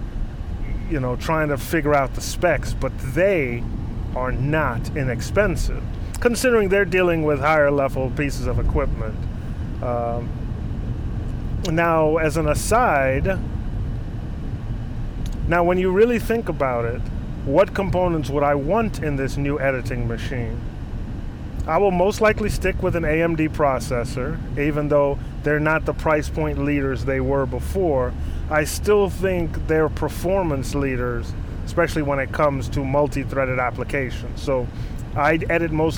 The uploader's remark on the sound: while driving, of course